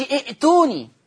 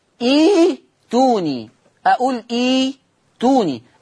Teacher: بنقول تبدل همزة القطع الساكنة ياء · Shown in: second take · فما أقولش ائتوني، أقول ايتوني، أقول ايتوني، أو ائت، ما أقولش ائت، أقول ايت، أقول ايت.